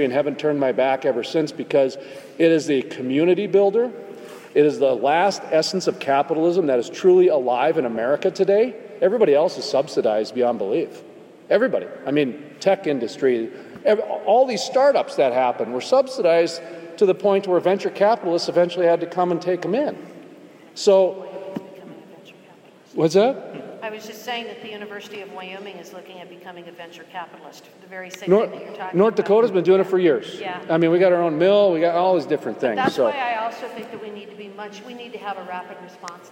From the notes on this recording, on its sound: Panel from the 2019 Energy Exposition. At the Energy Exposition 2019 in Gillette, Wy.